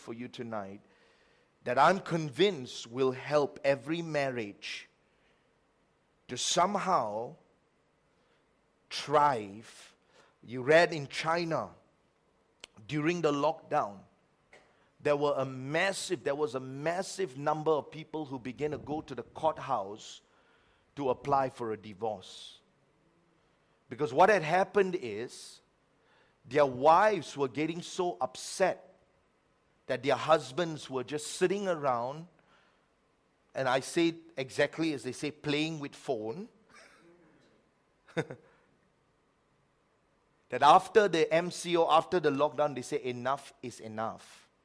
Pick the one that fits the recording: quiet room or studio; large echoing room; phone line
large echoing room